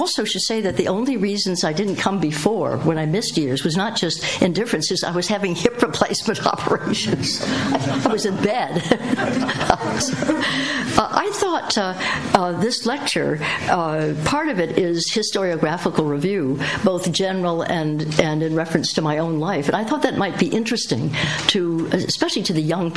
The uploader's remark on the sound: lecture held at CEU in 2010